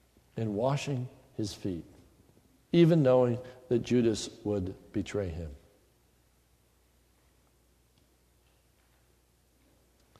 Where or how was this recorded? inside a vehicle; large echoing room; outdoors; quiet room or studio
large echoing room